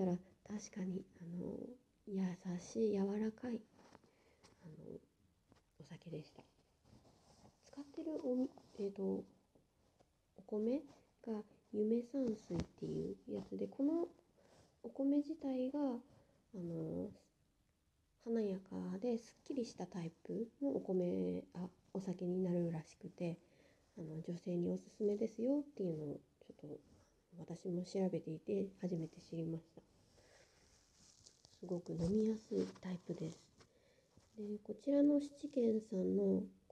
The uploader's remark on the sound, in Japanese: Radiotalk。腕にぬいぐるみのえい太くんを抱いていたらいっぱい雑音が入ってしまいました、聞き苦しかったらごめんなさい。